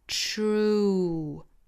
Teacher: 这个词，那这里面呢是有一个 tr tr tr 加后面的长音 u。我们说到练长音 u 的单词，一定要注意前面的辅音过渡到后面这个 u 的发音，也就是从这个 tr tr tr 这个口型去过渡到 u。True，渐渐聚拢到最后，u 的口型